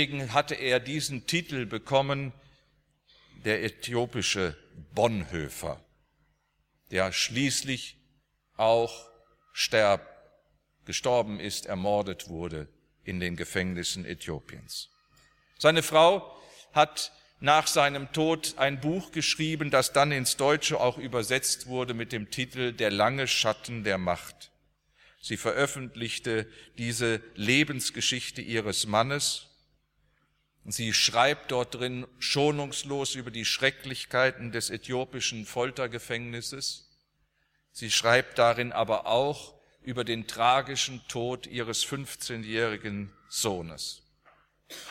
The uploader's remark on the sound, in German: aus dem Gottesdienst der Liebenzeller Mission